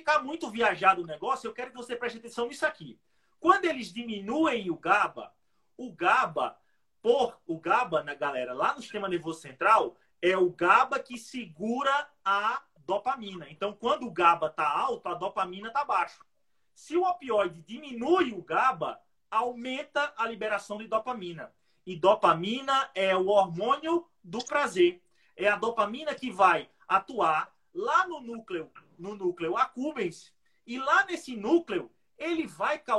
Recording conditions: video call